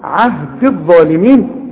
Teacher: الغي الياء دي بتاعت عهدي من النطق اذا وصلت، انما تثبت اذا وقفت، قال لا ينال عهدي عند الوصل عهد الظالمين، لانها ساكنه واللام ساكنه.